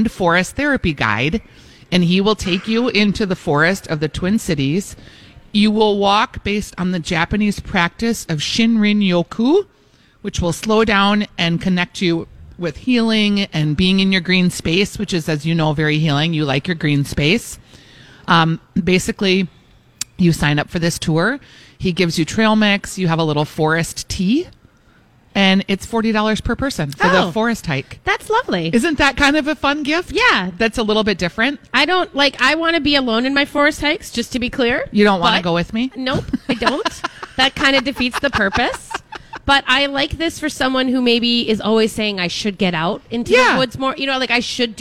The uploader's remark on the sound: broadcast live at Revolution Hall at Rosedale Center!